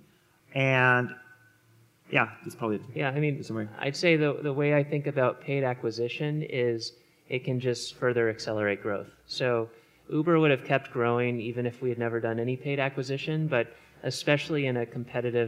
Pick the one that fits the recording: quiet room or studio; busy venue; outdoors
busy venue